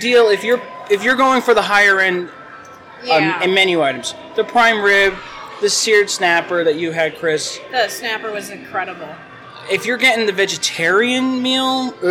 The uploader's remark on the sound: We record this show live from the Wilderness Lodge on opening night to bring you a review of the newest character dining experience at Walt Disney World!